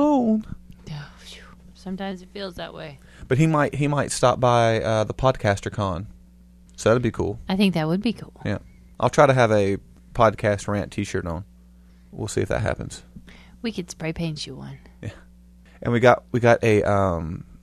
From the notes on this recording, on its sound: Sorry for the hum people.